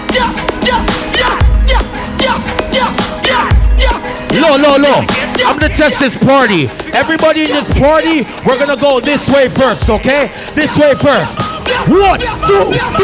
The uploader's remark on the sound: Live Audio. At "LIVE SOME LIFE".